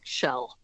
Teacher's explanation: words like shell and shall are collapsing the difference. So they're actually pronounced the same. So shell and shall sounds something like shall It's a vowel, I think, that's in between e and a.